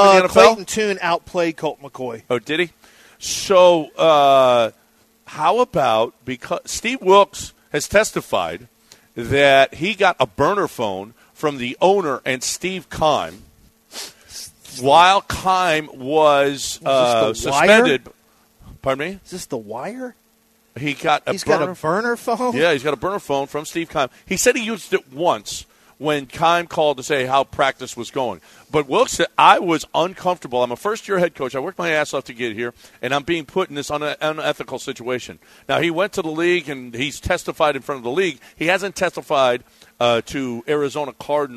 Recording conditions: busy venue